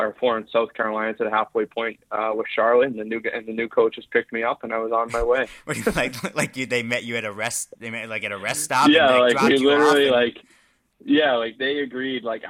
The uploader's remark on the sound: gets on the phone